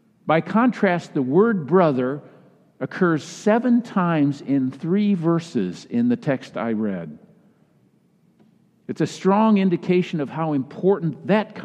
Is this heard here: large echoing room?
yes